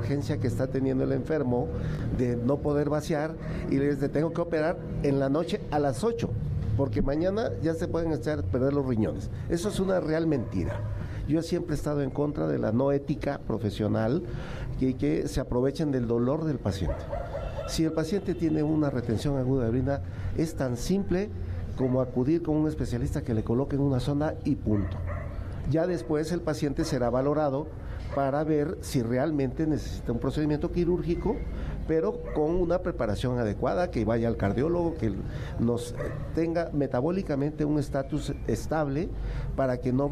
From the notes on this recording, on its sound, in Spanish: Acompáñanos en nuestra transmisión en vivo desde el Parque Morelos en la Colonia Escandón celebrando el quinto aniversario de Amores de Garra.